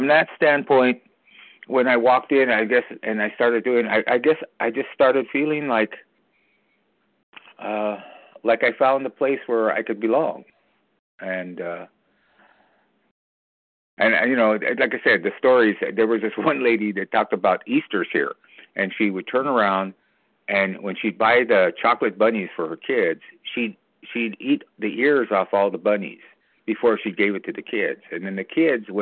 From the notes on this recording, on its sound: co-share from the 100 Pounders Phone Meeting